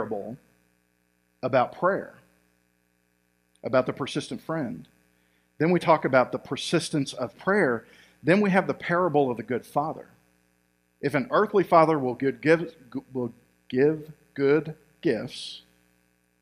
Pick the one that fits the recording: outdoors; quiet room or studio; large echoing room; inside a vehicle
large echoing room